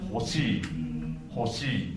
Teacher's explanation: 二重母音になってしーって伸ばす長音になるんですよね